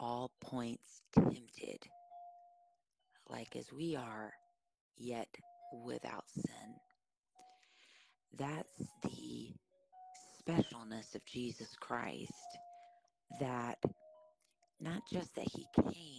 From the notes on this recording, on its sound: This episode has more popping in the mic than usual as it has been through a download, a conversion from vid to audio, an upload, a “de-esser” to try to eliminate some popping, another download & upload.